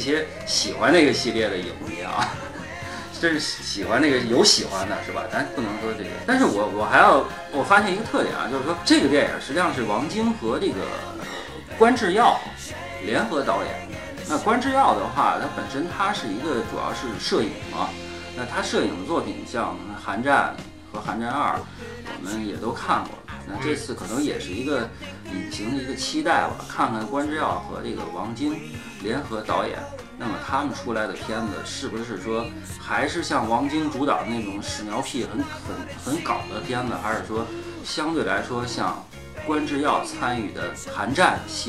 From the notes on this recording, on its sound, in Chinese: 节目剪辑本次不是主播团队，大致背景音乐较大。